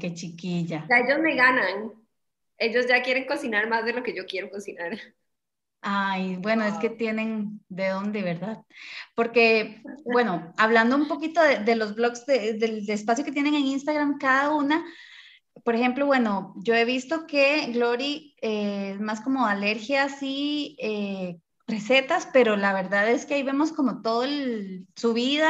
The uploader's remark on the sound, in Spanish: nos pusimos a conversar vía Zoom